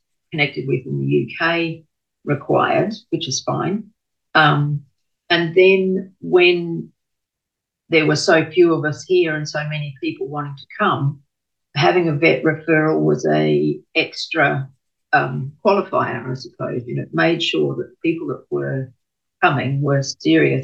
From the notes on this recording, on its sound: I also apologize if the audio is not perfect as we recorded this interview over zoom!